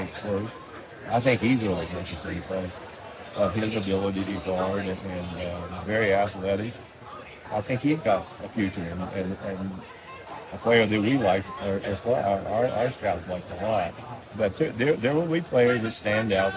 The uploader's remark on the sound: There is a lot of background noise in this interview.